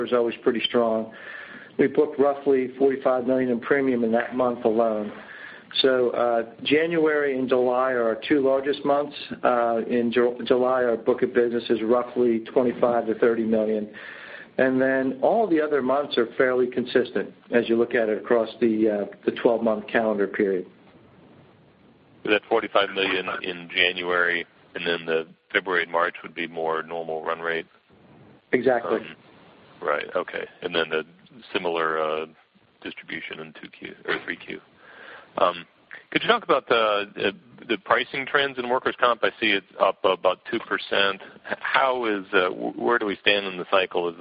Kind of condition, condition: link, phone line